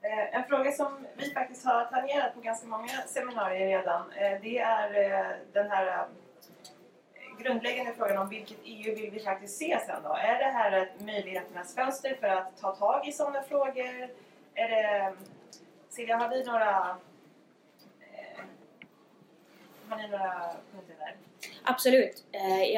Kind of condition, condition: fault, poor sound quality